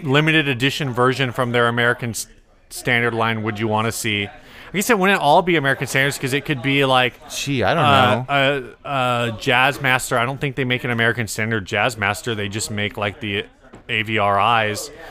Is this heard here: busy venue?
yes